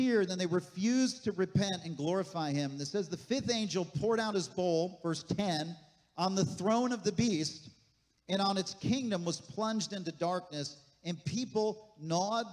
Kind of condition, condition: setting, large echoing room